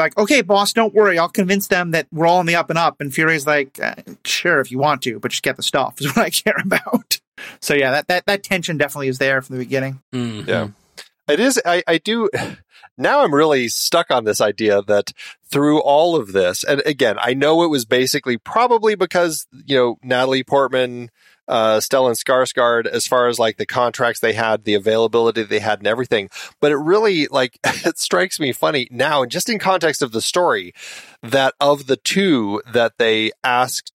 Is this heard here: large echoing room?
no